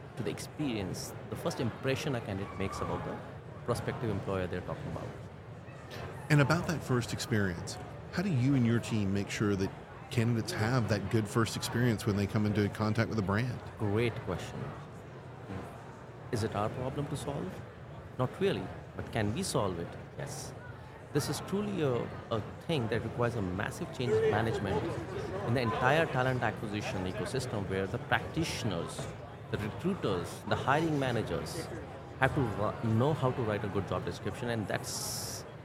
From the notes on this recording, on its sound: Recorded with Oleeo at HR Tech 2023. Special mini series recorded with Oleeo at HR Tech 2023.